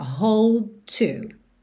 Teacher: Hold termina em D, to começa em T, você junta num som só.